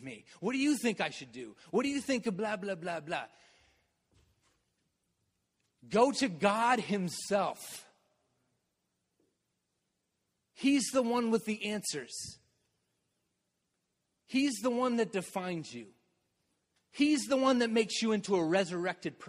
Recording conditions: large echoing room